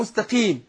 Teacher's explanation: وننطق القاف تاخد ادنى درجات تفخيم